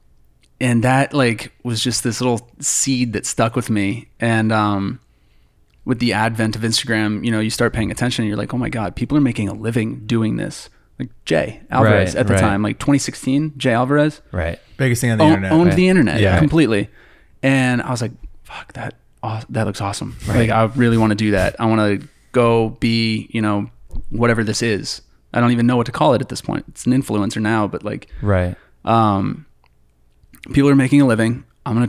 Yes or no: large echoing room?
no